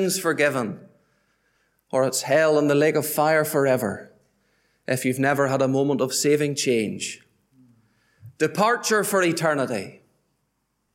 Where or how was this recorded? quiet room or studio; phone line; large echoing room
large echoing room